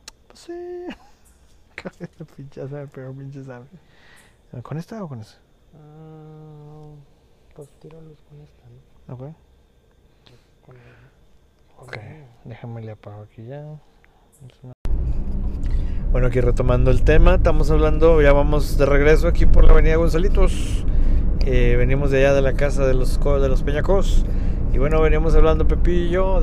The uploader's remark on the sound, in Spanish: nos lanzamos a explorar con cámaras y grabadoras de sonido la escuela Carmen Romano en el obispado